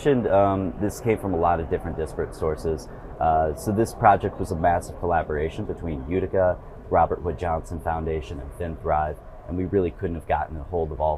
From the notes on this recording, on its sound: at the HIMSS conference